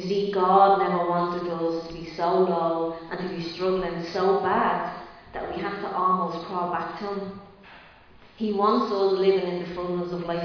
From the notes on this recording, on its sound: Recorded live in Liberty Church on 3 April 2022